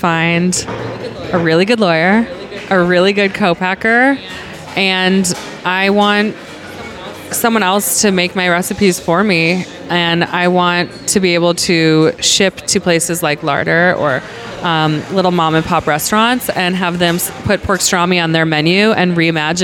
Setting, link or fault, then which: setting, busy venue